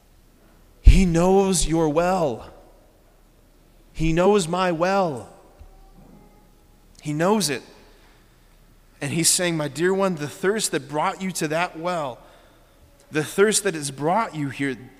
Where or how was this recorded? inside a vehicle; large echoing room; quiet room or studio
large echoing room